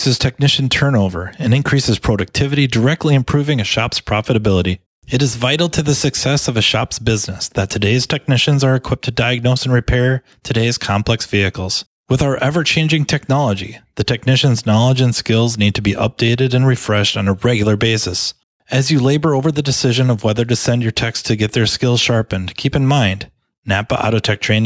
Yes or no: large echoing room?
no